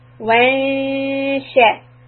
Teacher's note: So here the noon ghunna is going to be influenced by the next letter sheen. So when we say sha, feel the level of your tongue, which is flat, sha.